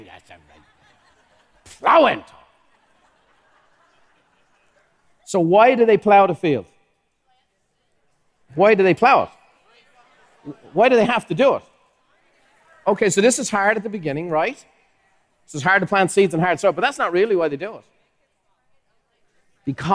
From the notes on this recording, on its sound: Recorded live at the Buffini & Company MasterMind Summit.